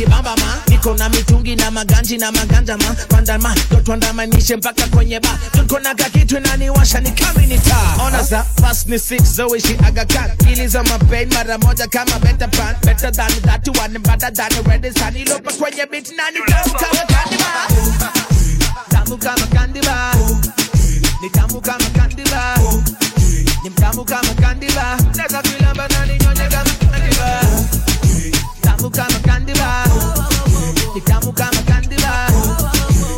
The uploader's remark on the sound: Karaoke Finale 2018 Club Signature Live recording